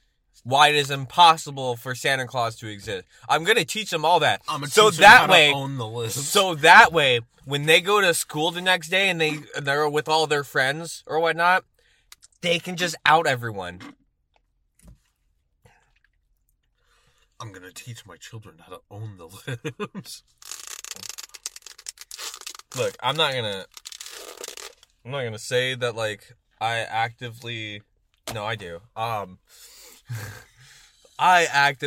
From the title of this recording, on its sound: From the Car